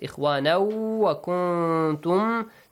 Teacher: Tanween plus waw, idgham, merge the sounds.